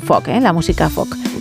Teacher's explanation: Os diría que no pronuncian la L, al igual que ocurre en Walking. · Term: sin L